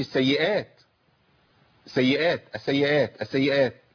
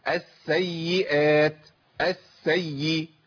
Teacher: السيئات، انا بقول اس سي، اربع حروف، السين مرتين والياء مرتين، سين ساكنه بعدها سين متحركه، ياء ساكنه بعدها ياء متحركه · Shown in: second take